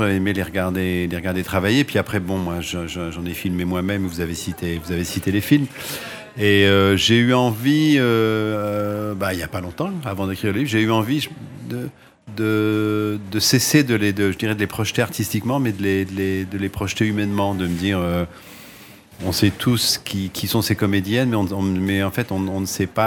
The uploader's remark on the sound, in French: En direct du salon du livre dimanche 2 octobre 2022. Était sur les radios de la FRAMA en direct du salon du livre. Faites Lire 2022.